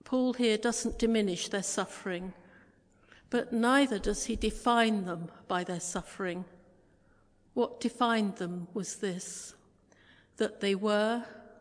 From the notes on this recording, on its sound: Christ Church, Bayston Hill (UK)